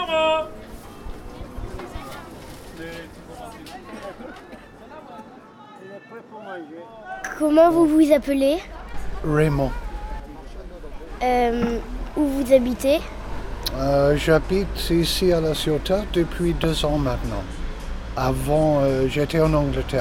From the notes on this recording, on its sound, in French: Ils les ont enregistrés au marché, sur les places, sur le port, au jardin. Avec quelques grenouilles et les vagues dans la calanque.